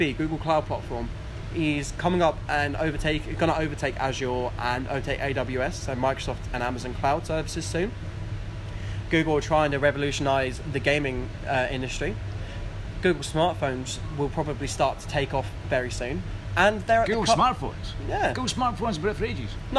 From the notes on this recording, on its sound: We recorded this in an afternoon in a pub in Colchester.